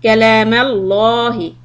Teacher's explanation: Lam heavy because you have fatha before the name of Allah